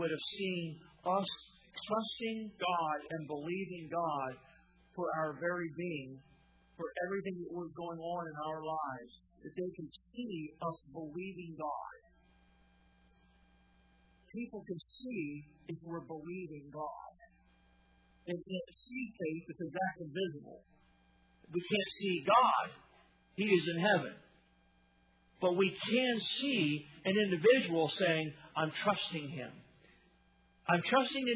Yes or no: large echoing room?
yes